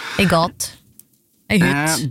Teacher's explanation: der har vi apokope, der hvor østlendingene har e som oftest